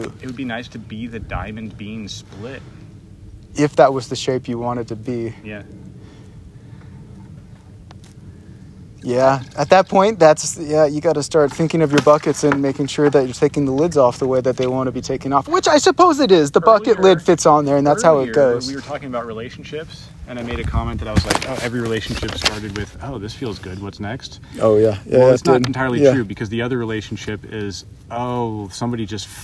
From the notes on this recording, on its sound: A field recording investigating the void inside a mountain spring. We also check out the pump house, sit by the solar panel power station and walk by bobs mill.